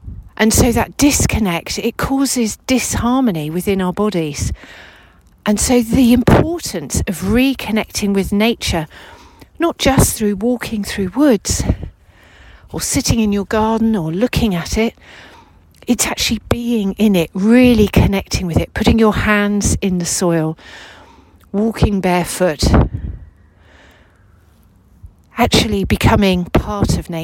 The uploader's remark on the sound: This episode was recorded during a walk around Westonbirt Arboretum in Gloscestershire.